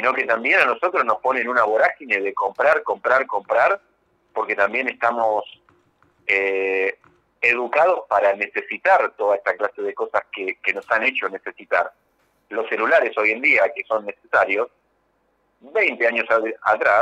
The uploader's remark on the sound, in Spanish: Charla Telefonica